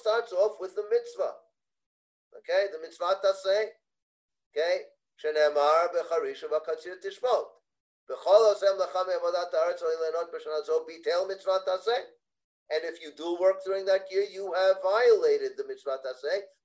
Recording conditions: video call